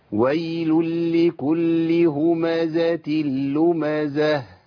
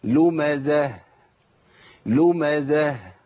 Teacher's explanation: لازم اطلع الهاء والا يبقى اسقطت حرف من الايه؟ من القران · Term: اظهار الهاء